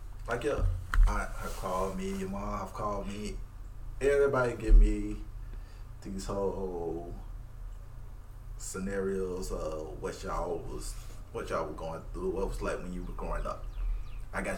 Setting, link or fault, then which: fault, sounds in the background